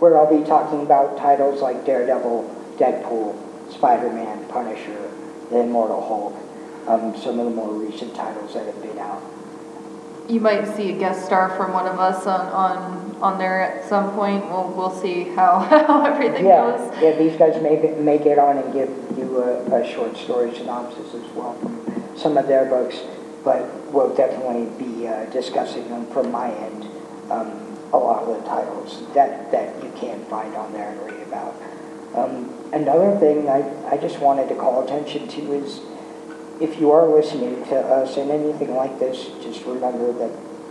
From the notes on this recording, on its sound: technical difficulties run a muck